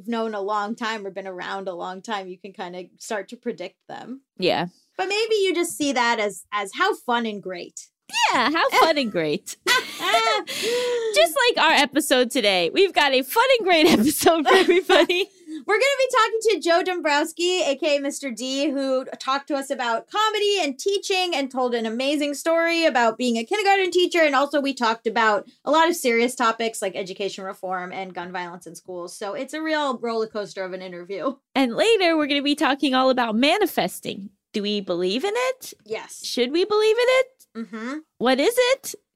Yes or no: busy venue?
no